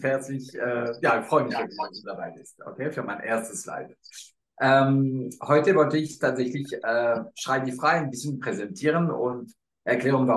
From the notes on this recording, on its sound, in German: Live auf Instagram sprachen wir über die Inhalte